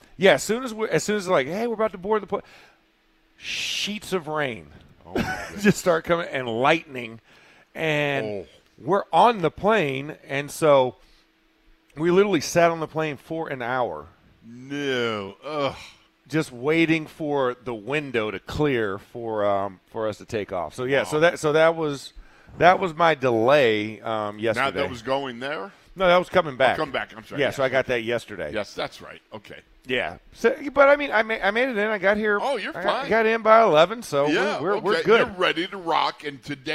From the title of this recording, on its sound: In the Locker Room Live from Steelers Camp Day 5